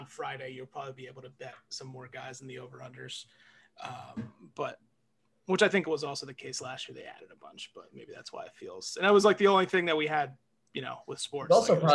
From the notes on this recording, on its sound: during our zoom call